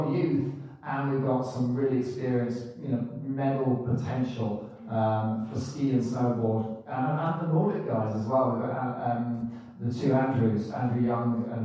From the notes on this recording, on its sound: At the ' Ski Launch' event in London. Please note that the sound quality on this broadcast is not ideal.